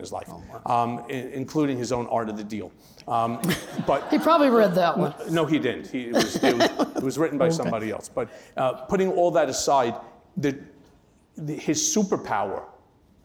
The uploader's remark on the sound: Took the stage at this year's Crosscut Ideas Festival. At the Crosscut Ideas Festival in Seattle.